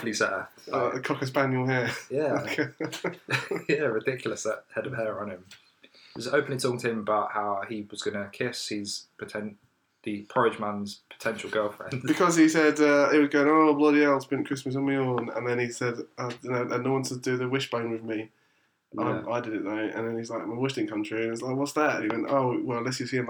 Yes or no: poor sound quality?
yes